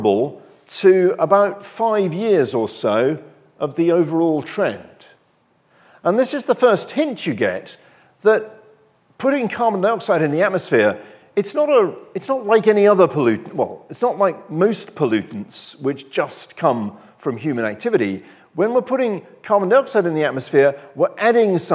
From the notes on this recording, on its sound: recorded on 7 March 2023 at Barnard's Inn Hall, London